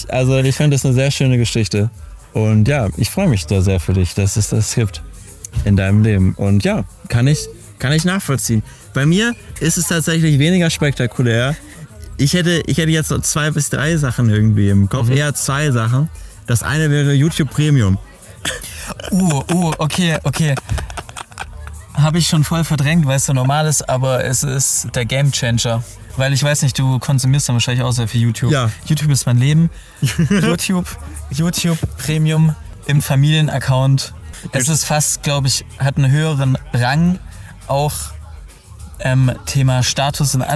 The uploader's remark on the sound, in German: Live beim Gallery Weekend